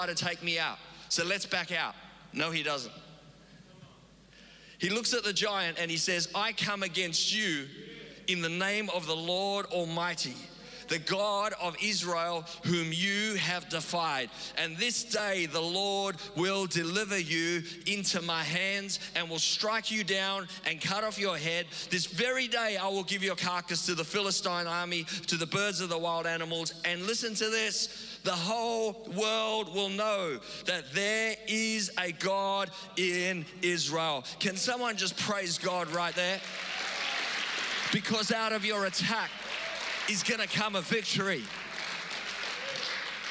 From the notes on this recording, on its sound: Recorded live on Sunday the 22nd May 2022